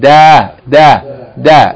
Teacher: The tip of the top of the tongue is touching the gums of the upper front teeth. Da. Same place as Ta.